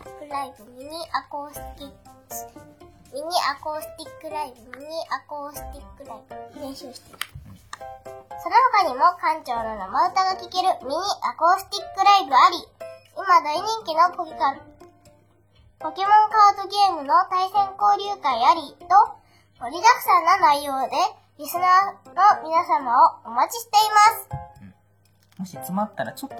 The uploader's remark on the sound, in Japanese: 素材となる音声データを 子供たちといっしょに 自宅のリビングで録音している様子をお送りします。途中、ちょくちょくはいるお邪魔にも負けず、ひとつずつ 音ネタを収録していく。